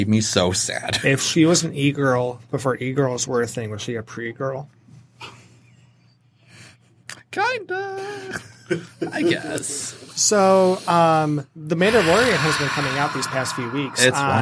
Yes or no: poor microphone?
no